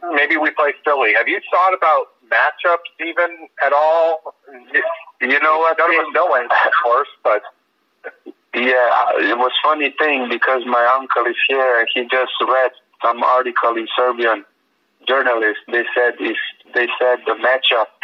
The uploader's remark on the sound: the Miami Heat set up a conference call